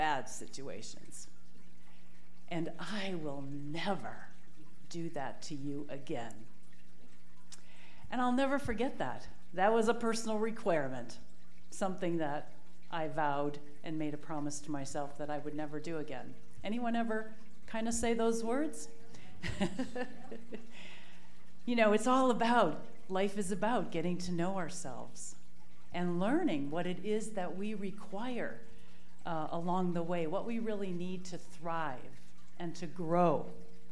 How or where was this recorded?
live audience